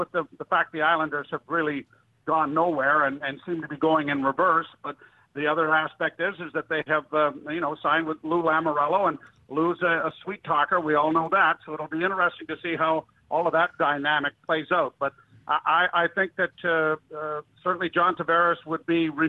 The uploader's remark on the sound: Phone Interview.